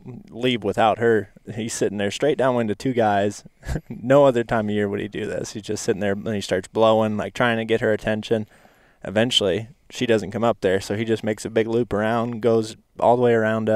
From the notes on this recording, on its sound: Sit in the truck and watch a plains whitetail buck locked down with a doe.